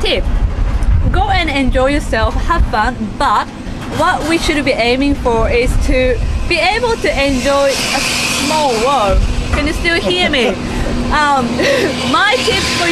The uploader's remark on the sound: Our first videocast live from the Ferris Wheel, Geelong!